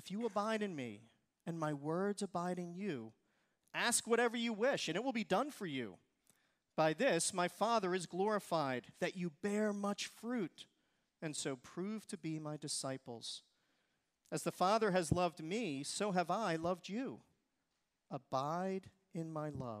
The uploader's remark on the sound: Recorded service from July 30, 2023.